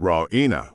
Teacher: she pronounces it Raina with the stress on the E